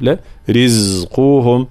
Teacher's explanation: لكي لا يصير مخلوطا أو شبيها بحرف السين، فلا نقول رزقهم رزقهم، لا رزقهم مع طبعا ترقيق وبيان حركة الكسر في الراء